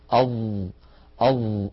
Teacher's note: نعني بالإطباق انحصار صوتها بين اللسان وبين سقف الحلق وبين غار الحنك الأعلى، فهذا الانحصار يعطي صوت الظاء قوة. · جربوا هكذا، ضعوا يدكم أمام الفم، أظ أظ، انطقوا حرف الظاء أظ، تجدون بأن هناك هواء قليلا لم يعتد به العلماء لأنه ضئيل، فجعلوا الظاء من الحروف المجهورة التي لا يجري معها النفس. كما أن الظاء حرف قابل للمط، فهو حرف رخو لأنه ليس من حروف أجد قط بكت ولا من حروف لن عمر. · Term: الظاء حرف مطبق